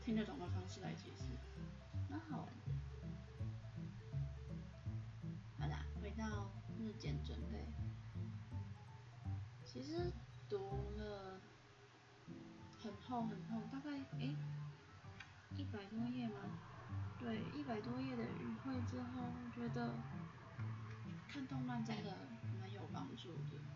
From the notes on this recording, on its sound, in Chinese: 音量注意。錄音品質已死 need麥克風。